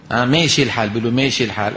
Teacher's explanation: إذا رفعت وسط لسانك شوي بنكون انتقلنا لمين؟ للألف المقللة